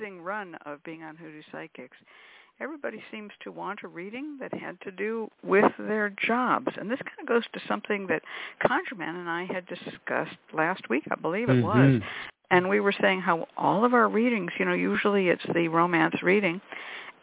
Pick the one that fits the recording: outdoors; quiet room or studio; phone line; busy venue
phone line